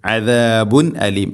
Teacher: തൻവീനും ഹംസയൊക്കെ കൃത്യമായിട്ട് വെളിവാക്കി ഉച്ചരിക്കണം · Term: ഇസ്ഹാർ